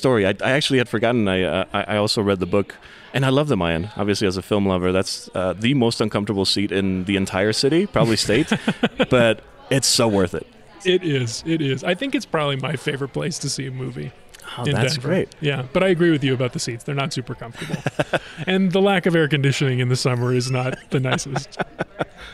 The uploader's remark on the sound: This episode was recorded on location at the Jewish Community Center during their Tzedakah 4 Kids fundraiser supporting the JCC’s ESL and summer programming.